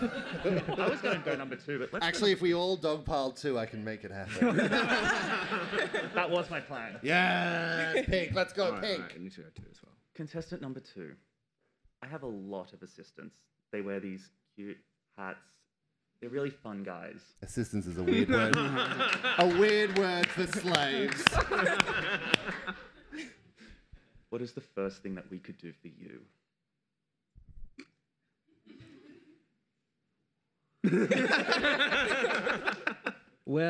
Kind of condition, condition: setting, live audience